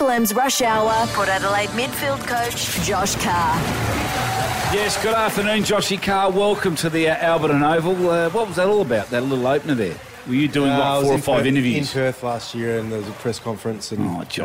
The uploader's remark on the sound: We're broadcasting live from Alberton Oval for the 'summer Showdown’.